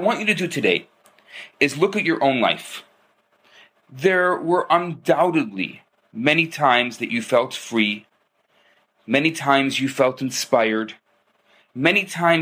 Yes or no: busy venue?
no